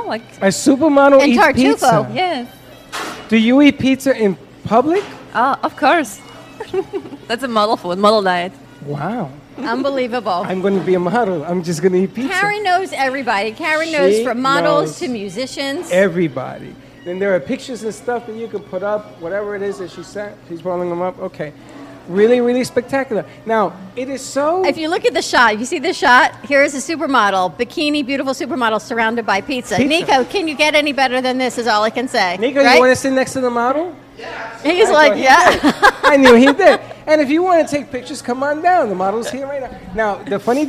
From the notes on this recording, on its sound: Join us for some Pizza Fun from the Pizza District in Boca Raton Florida. We had a huge crowd and made many new friends.